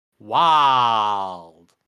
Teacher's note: it could possibly be classified as one syllable, which is what it is if you pronounce it very much like you're from the South, and you said wild.